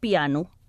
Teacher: S'escriu com en italià, però en català oriental ho pronunciem amb el so U al final perquè ja és una paraula del tot nostra